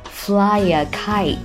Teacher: 注意结尾的字母 t 可以轻轻地发 t，或者不发声停顿一下都是可以的